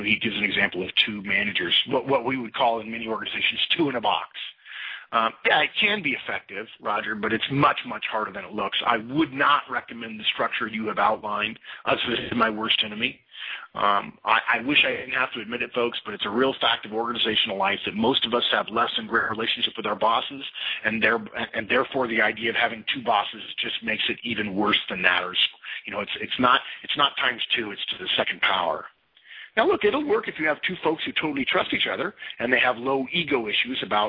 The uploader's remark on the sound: March 2011 Conference Call.